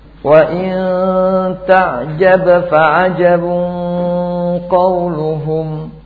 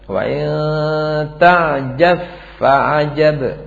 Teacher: Kemudian ba ketemu dengan fa dzahar. Di sana ada yang baca dengan idgham.